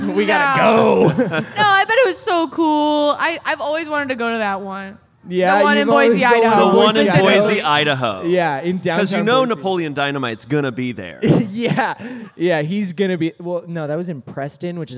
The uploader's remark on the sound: Live at Mythicon. Live from Mythicon!